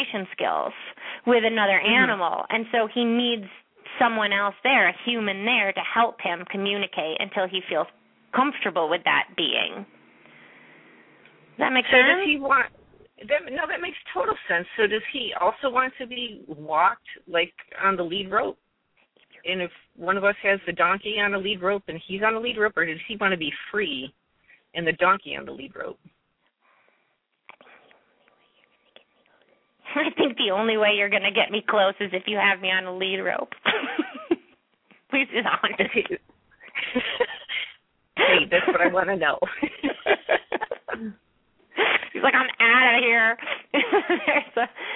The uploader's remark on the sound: open up the lines for listeners to call